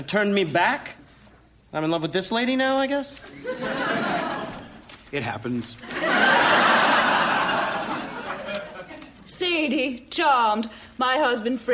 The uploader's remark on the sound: Recorded Live 2/1/2014 at Largo, Los Angeles.